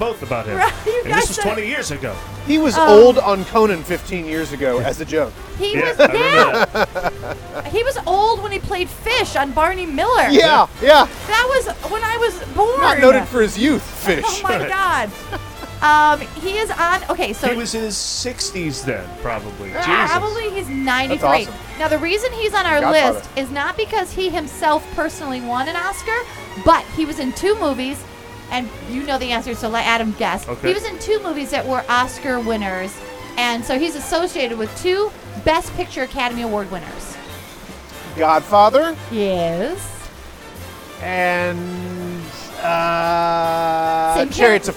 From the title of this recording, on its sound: LIVE FROM THE OSCARS RED CARPET